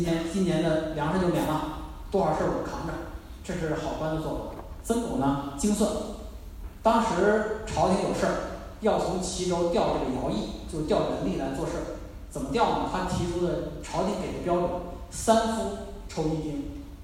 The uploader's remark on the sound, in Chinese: 南京见面会。来到南京荔枝广场的荔枝大剧场为新书《两京十五日》签售，并与南京读者见面。讲座完毕后，是读者提问环节。